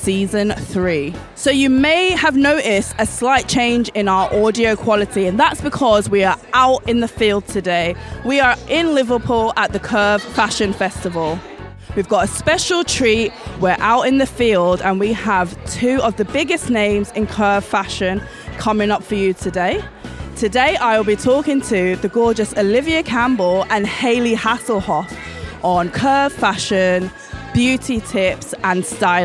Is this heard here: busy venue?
yes